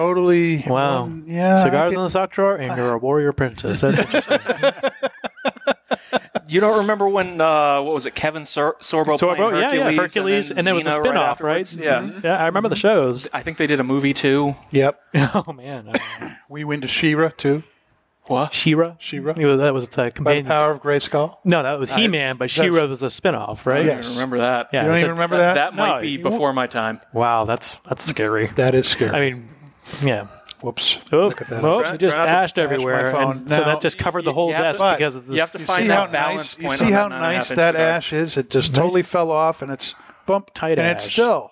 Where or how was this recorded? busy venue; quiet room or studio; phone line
busy venue